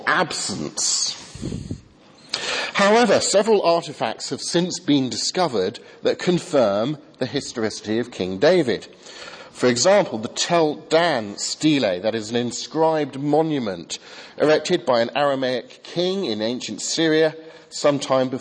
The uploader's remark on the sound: Remembrance Sunday sermon from the 8 am service at Highfield Church, Southampton.